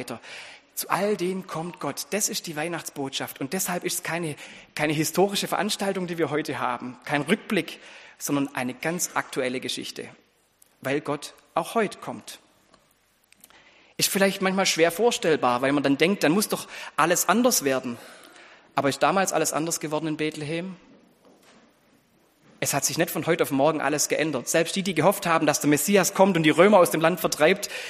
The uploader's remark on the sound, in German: Anspiel und Predigt im Gottesdienst an Heiligabend